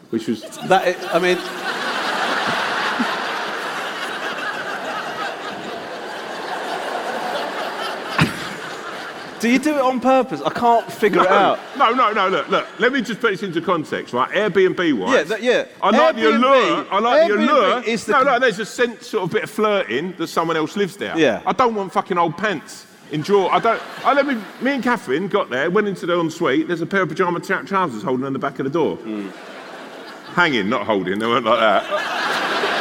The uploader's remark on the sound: Live in London. At the Hammersmith Eventim Apollo.